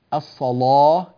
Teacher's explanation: في كلمة الصلاة، الصلاة كما ترون نغلظ اللام، فاللام هنا مفتوحة وقبلها صاد مفتوحة، فلذلك فخمت الصلاة